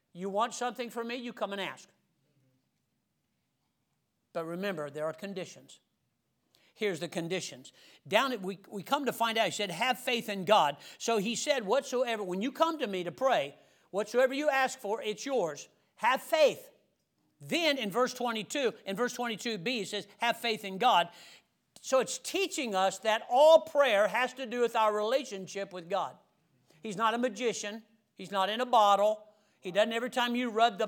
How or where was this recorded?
large echoing room